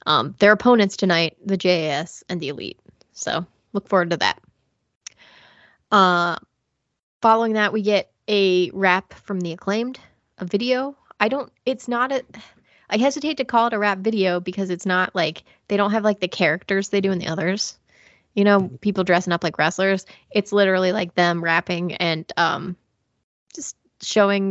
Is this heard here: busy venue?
no